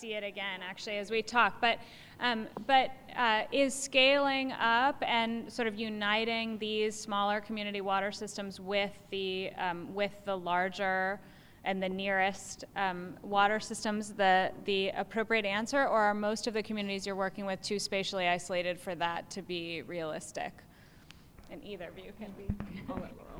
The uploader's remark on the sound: UC Berkeley live recording